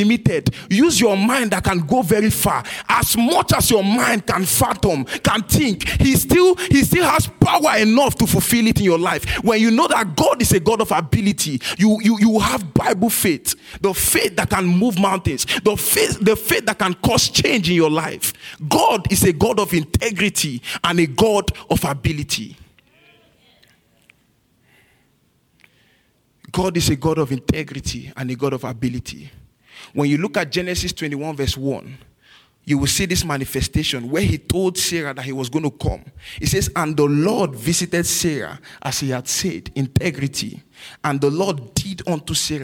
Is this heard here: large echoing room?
yes